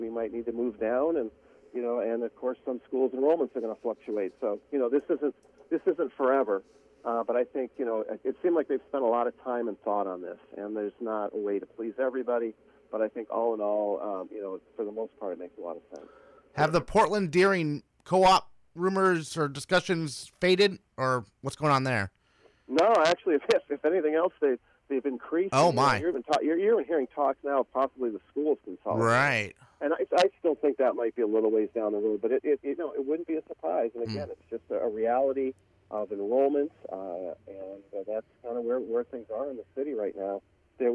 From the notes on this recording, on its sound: Are joined in the Spectrum Healthcare Partners Studios. Calls.